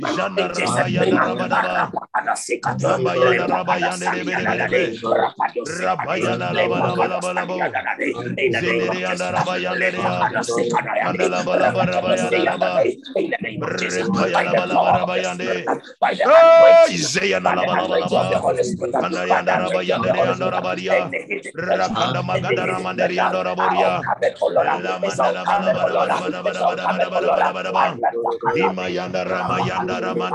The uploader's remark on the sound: Refill (Zoom meeting).